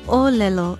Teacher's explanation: It begins with a glottal stop, or okina, and the first O is stressed.